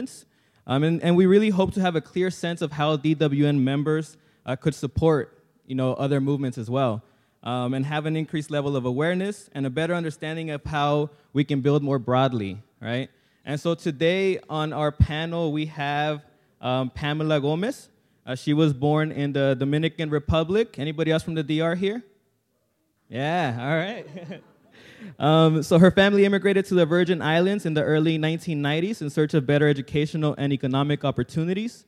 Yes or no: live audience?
yes